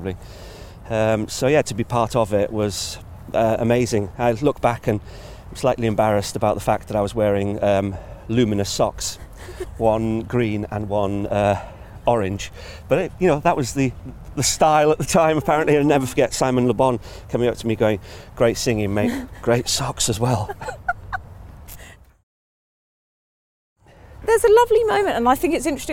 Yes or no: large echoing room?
no